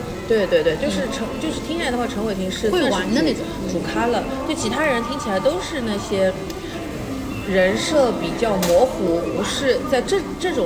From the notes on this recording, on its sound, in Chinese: 每次录制基本都是在餐厅吃饭，没有条件升级录音设备，介意勿拍（划掉）勿听。